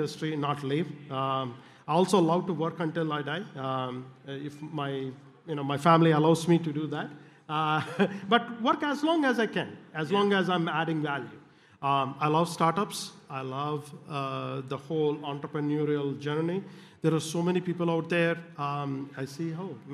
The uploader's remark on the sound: coming to you live from day 2 at FreightWaves’ Future of Freight Festival